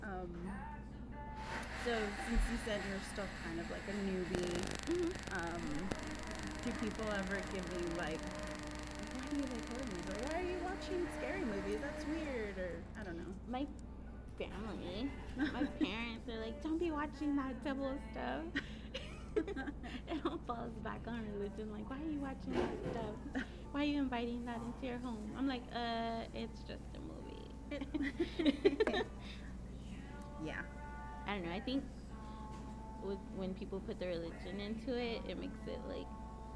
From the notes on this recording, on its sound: The first segment of the episode was recorded at a Starbucks. I apologize for the background noises and music. For some reason the end of the recording faded away.